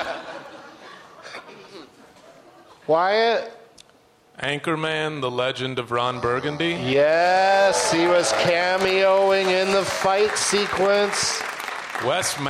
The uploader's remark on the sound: Live from Gramercy Hall in NYC